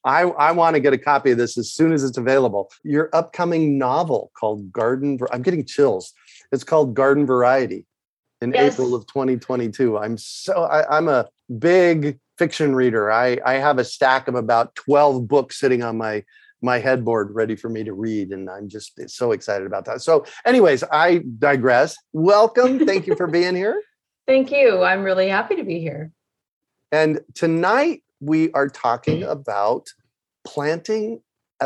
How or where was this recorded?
video call